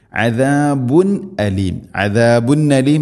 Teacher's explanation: തൻവീനു ശേഷം ഹംസ ഇദ്ഹാർ വെളിവാക്കണം, മണിക്കരുത്